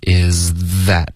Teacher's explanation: that 是舌尖碰到上齿的一个摩擦音 · is 的这个 z 是舌尖碰到上颚的一个摩擦音